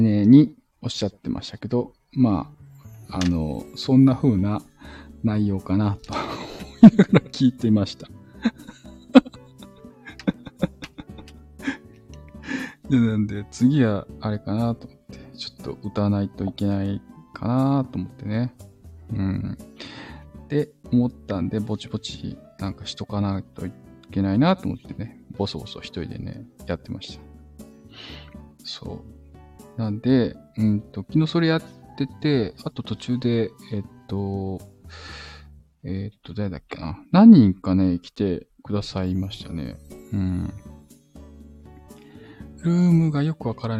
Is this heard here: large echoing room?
no